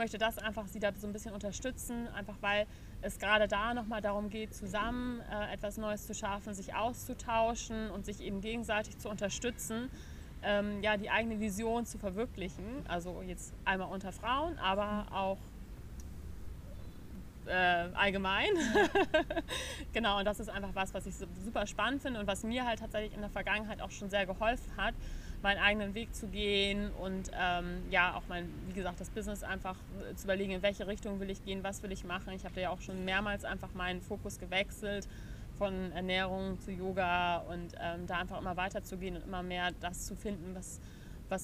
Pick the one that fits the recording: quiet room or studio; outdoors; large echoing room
outdoors